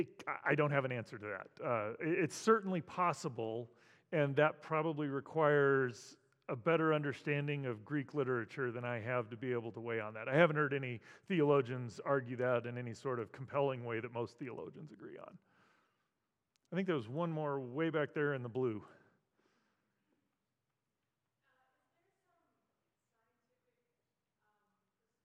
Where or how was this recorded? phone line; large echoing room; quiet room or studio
large echoing room